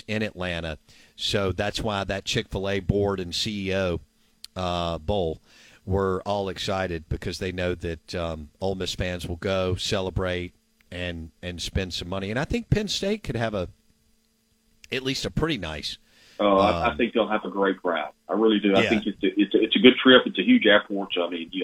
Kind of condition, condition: link, phone line